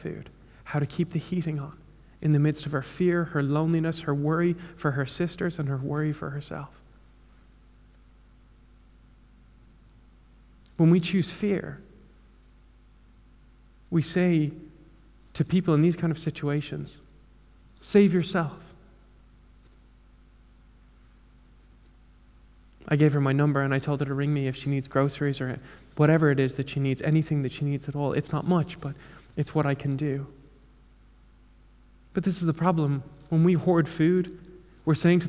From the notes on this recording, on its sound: Though we couldn’t meet on Sunday because of the Coronavirus crisis, a small group gathered at the church to record a service for our community.